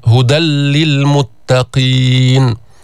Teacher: هدى للمتقين، تنوين هدى نون ساكنة، بعده جاءت اللام أو جاء حرف اللام، هدى للمتقين. هل تسمع النون؟ هل تسمع غنة؟ لا تسمع. ماذا تسمع؟ تسمع لاما مشددة · Term: إدغام